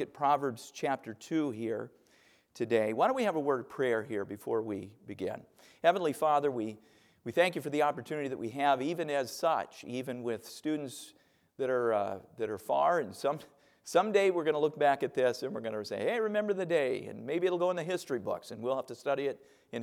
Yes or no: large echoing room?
yes